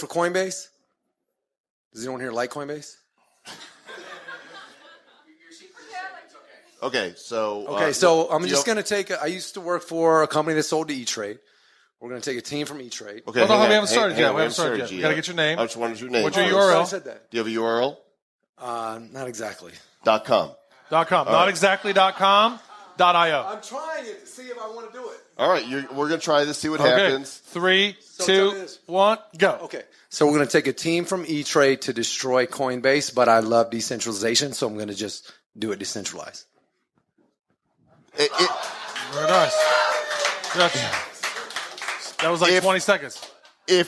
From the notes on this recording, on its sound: Live from Davos. We’re recording this episode live before an audience of people. This is our first time in front of our first live studio audience. We go live from CryptoHQ stage.